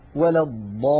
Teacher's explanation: اللام في كلمة الضالين هي لامان في الحقيقة، لام ساكنة وبعدها لام مكسورة. فالألف في قوله تعالى ولا الضا جاءت بعدها اللام الساكنة، إذن تحقق الشرط، فهذا المد لابد من تطويله. · Term: لام مشددة